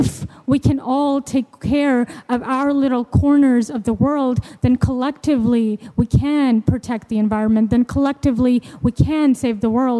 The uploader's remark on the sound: hosted a panel live at COP27